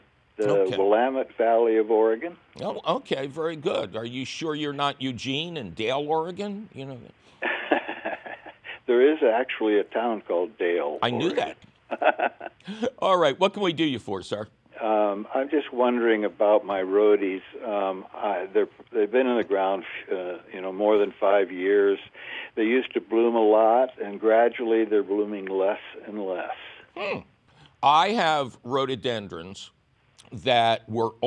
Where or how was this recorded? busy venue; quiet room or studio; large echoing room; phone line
phone line